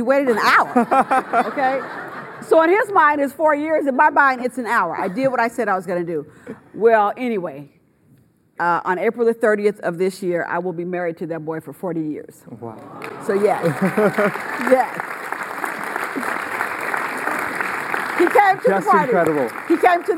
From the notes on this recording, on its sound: Kirk Brennan Speaker Series. During student-led interviews and before a live audience.